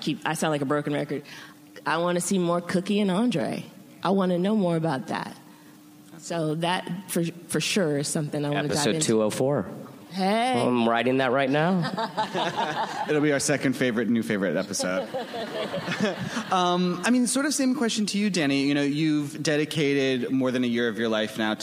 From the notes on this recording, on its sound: Recorded at ATX Television Fest in June 2015.